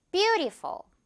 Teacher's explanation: 이 삼음절 단어 중에서도 맨앞첫 번째 음절에 강세가 오는 단어들